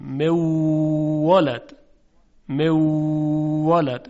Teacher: باید موقع ادغام واو مشدد رو همراه با غنه به میزان دو حرکت صداش رو ادامه بدیم. مولد، مولد، دو حرکت چیزیست که تقریبا حدود خم شدن دو انگوش به کف دسته یا باز شدن دو انگوش از کف دست.